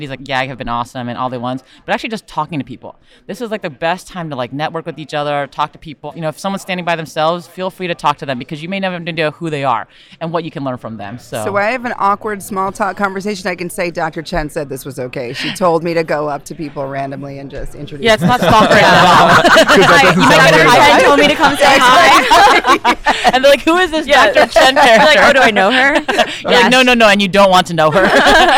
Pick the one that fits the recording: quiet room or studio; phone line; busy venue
busy venue